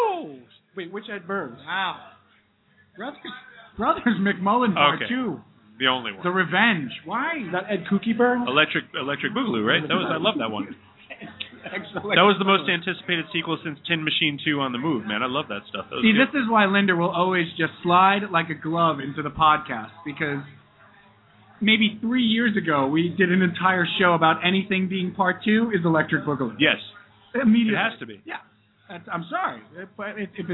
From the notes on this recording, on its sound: LIVE at BLUE HAVEN IN NYC! A ton of friends came down to watch the draft with us.